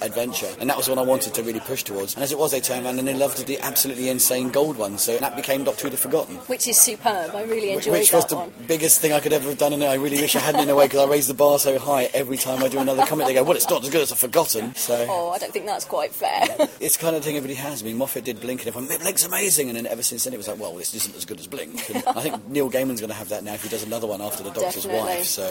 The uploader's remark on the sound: With a microphone at MCM Expo, the big comic con down in London.